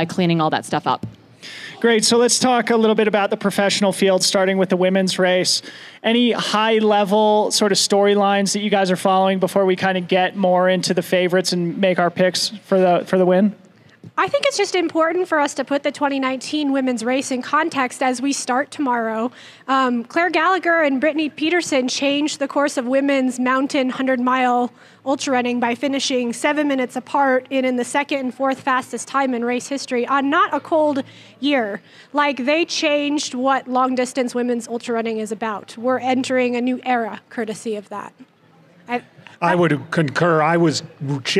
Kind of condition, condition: setting, outdoors